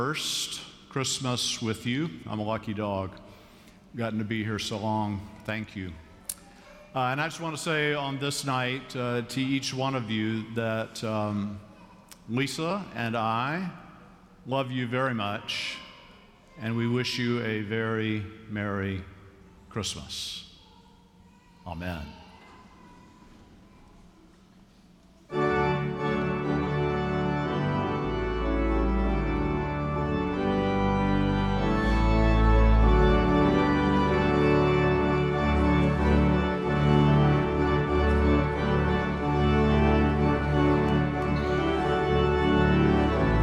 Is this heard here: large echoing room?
yes